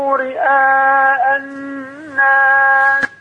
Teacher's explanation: ست حركات مد متصل